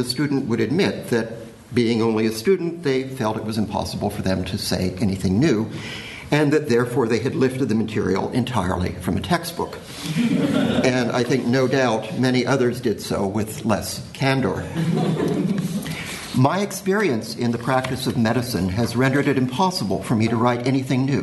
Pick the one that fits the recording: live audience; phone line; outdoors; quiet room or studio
live audience